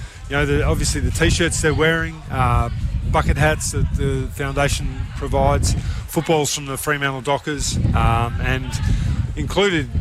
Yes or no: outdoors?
yes